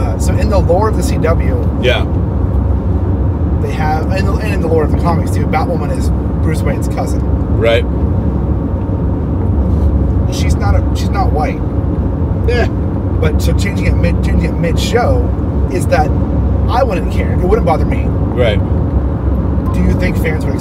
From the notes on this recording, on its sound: In The Car with Spoiler Country.